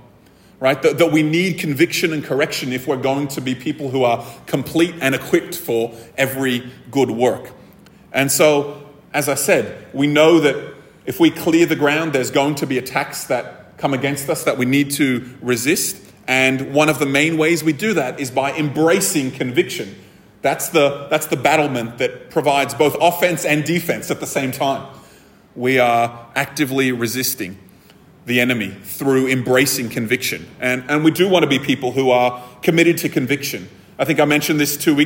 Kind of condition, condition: setting, live audience